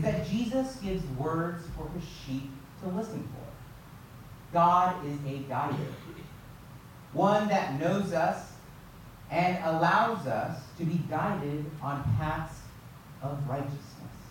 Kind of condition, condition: setting, large echoing room